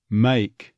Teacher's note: there's that A diphthong becoming neutralized in the first half of it.